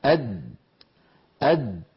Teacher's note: لاحظوا بأن اللسان عندما يصل إلى مخرج الدال يصطدم طرفه بمخرج الدال أد عند تلك الدائرة الزرقاء التي تظهر، فينحبس الصوت خلفها ويؤدي تصادم طرف اللسان مع ما يحاذيه من الحنك الأعلى إلى صوت الدال